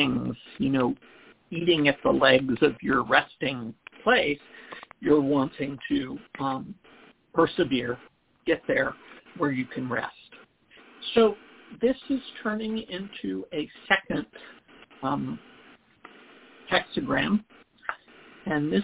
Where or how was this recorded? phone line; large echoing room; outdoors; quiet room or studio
phone line